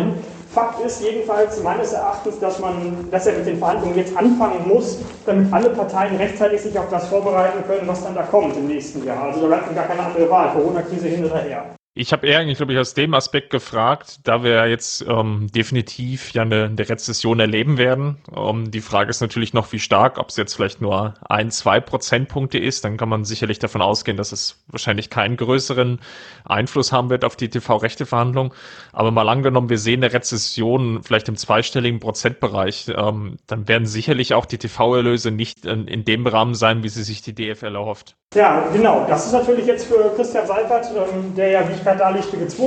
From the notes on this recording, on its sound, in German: Entschuldigt bitte die schlechte Tonqualität. Ging diese Woche nicht anders.